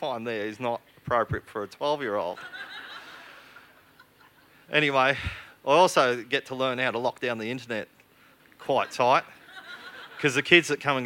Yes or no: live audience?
yes